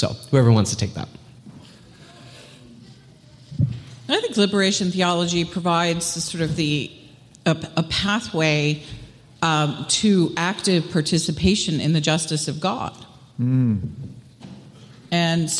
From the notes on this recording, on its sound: live at 2022 Theology Beer Camp